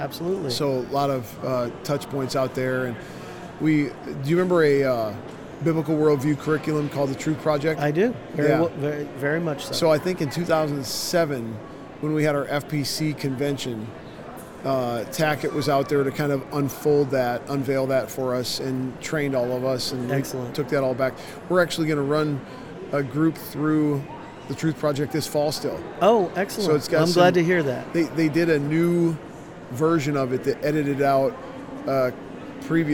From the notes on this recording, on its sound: LIVE from CPE 2022!